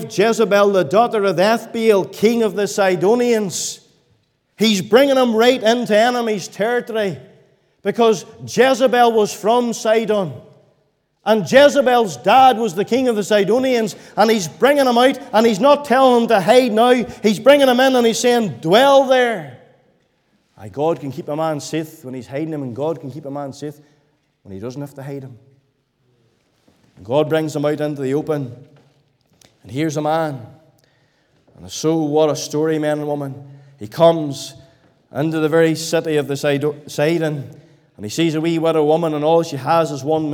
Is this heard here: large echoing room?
yes